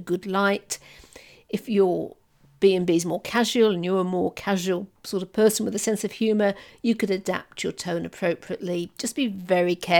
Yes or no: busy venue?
no